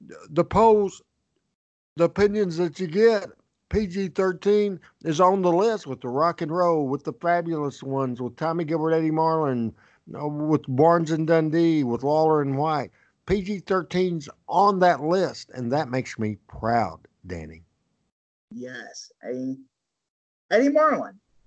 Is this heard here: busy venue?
no